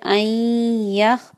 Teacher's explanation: ain par gunna kyunki idgham hai